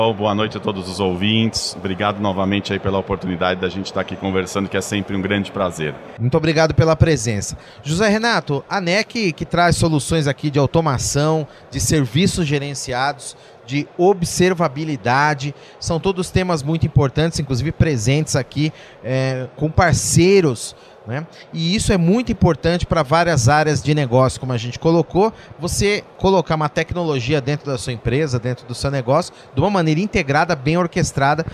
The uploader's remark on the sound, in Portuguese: gravada no Futurecom 2023